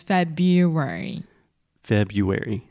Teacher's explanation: But February is a very strange word because there are there's that R right after Feb, but we do not pronounce that